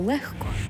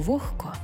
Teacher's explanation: Лише в цих словах «г» перетворюється на «х».